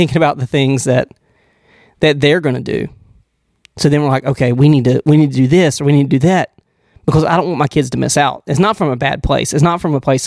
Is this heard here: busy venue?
no